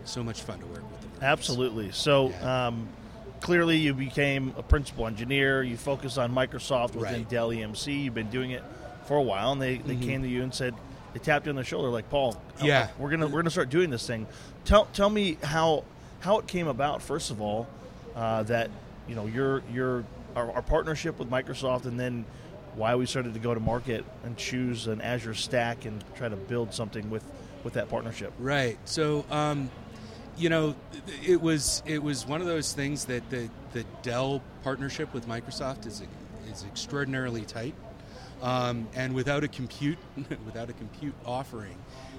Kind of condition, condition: setting, busy venue